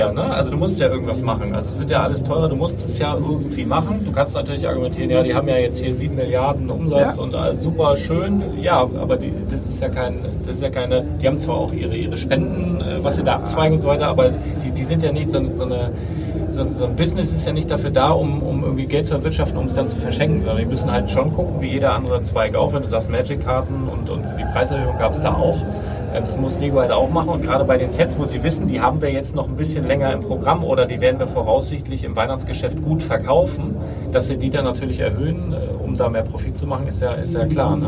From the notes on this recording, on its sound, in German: Definitiv keine Folge für die Tonfetischisten oder Mehrwert affinen Hörer unter Euch. Eine fuchsteufelswilde Live Aufnahme von der Gamescom. Aufgenommen in einem Aquarium aus Glas.